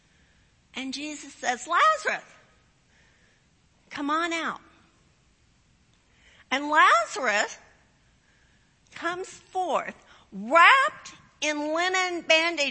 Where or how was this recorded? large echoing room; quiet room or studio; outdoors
large echoing room